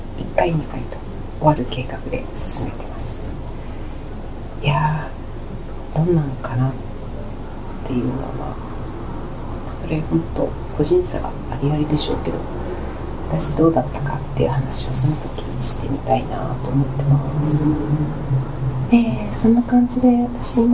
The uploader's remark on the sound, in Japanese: 雨の中で録音。雨音がね、カナカナだよ。って、言っても信じてもらえそうな程、白い雑音激しい。